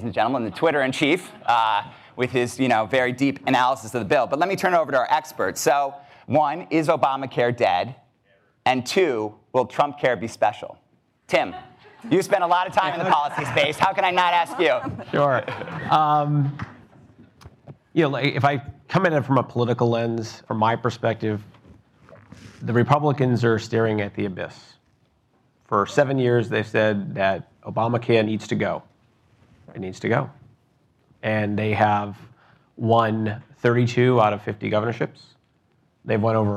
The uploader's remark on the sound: Live at Leerink. Gather healthcare leaders for news roundup at the 2017 Leerink Healthcare IT conference in Chatham, Massachusetts.